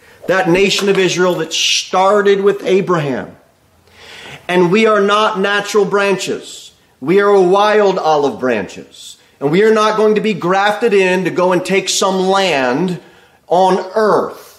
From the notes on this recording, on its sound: Sermon delivered at Pilgrim Baptist Church on Sunday, December 3, 2023, at 11:15 am. Jere Whitson Rd.